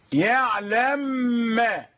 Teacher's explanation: كيعلم ما، الميم والميم، ميم يعلم وميم ما، يقرأ يعلم ما في السماوات وما في الأرض، يعلم ما. أدغم الميم في الميم، وطبعا حدثت غنة وسمي إدغاما، إدغام المثلين الكبير